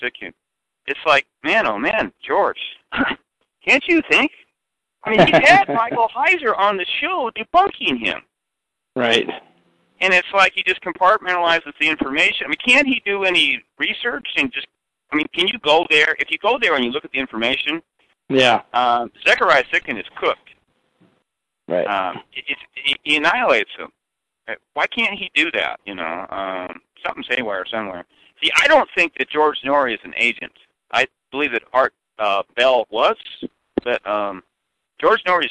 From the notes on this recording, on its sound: This call was recorded